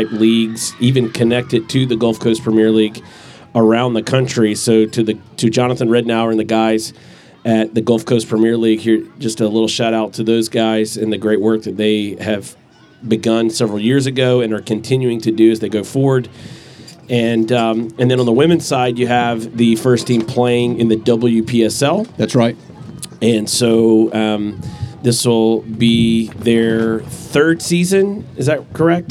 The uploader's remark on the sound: Live at the Eastern Shore Premier Cup